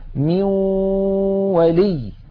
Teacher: الجزء اللساني في النون انعدم وتحول إلى واو، وأن الغنة قد بقيت · Term: الإدغام بالغنة